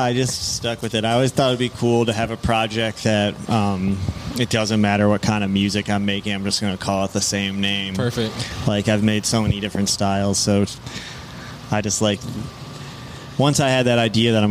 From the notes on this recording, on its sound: Recorded at Thunder Canyon Brewery.